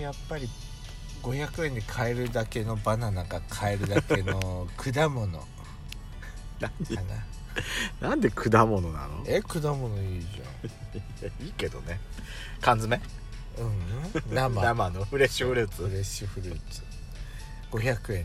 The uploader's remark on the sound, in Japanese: From Radiotalk。2人組。パーキング収録。